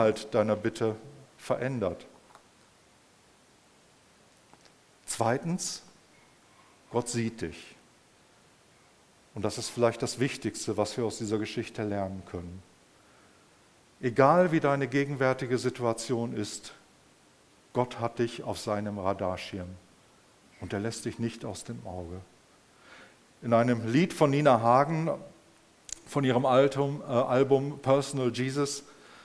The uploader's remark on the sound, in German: im Rahmen des Gottesdienst mal anders